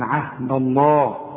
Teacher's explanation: ما دام لفظ الجلاله يسبق حرف مفتوح عهد الدال دي ما دام مفتوحه، نفخم لفظ الجلاله نقول عهد الله.